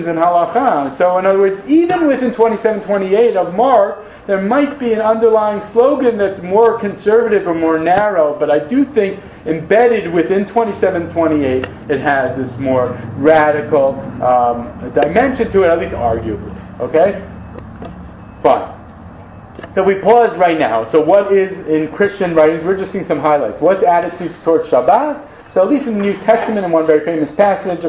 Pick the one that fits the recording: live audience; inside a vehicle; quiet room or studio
live audience